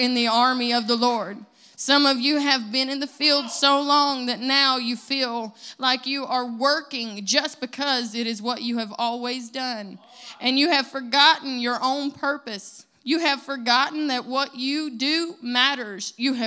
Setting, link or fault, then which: setting, large echoing room